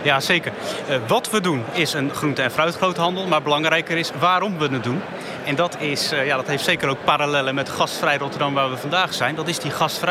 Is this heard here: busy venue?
yes